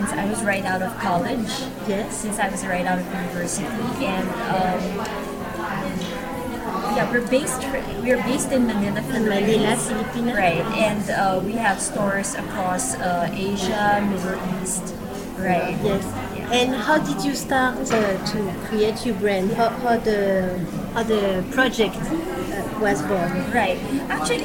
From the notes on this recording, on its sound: During the last edition of Playtime New York in February we recorded a podcast. Unfortunately, there was a significant amount of background noise in the room that affected the clarity of the audio. We sincerely apologies for the poor quality of the record.